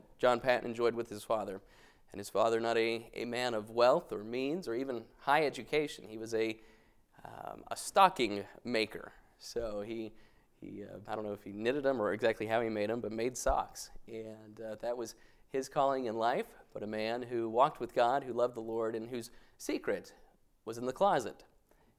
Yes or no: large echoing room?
yes